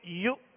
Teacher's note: ہے یہ واو نہیں پڑھیں گے مؤمنون یا حمزہ پیش یو پیش کی ادائیگی میں ہونٹوں کو گول کریں گے